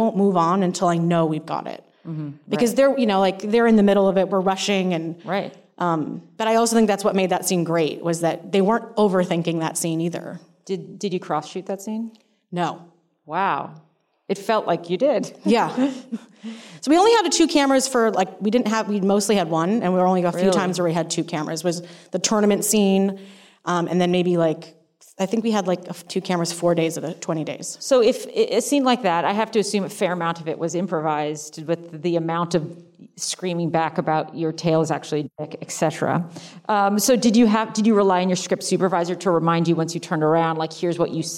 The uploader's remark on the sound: in a spoiler-filled Q&A at the DGA theater